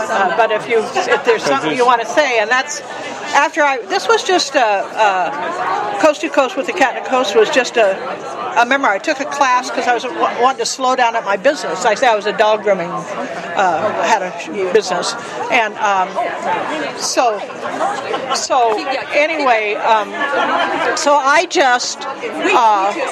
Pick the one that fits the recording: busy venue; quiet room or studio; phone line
busy venue